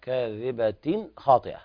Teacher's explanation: هذا إظهار حلقي ليس فيه غنة